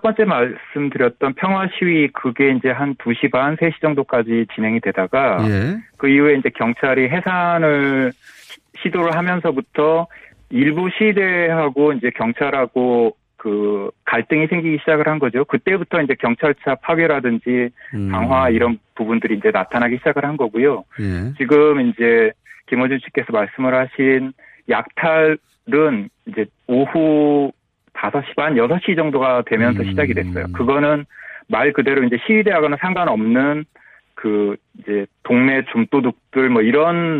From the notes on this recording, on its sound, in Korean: 전화연결. (LA교민).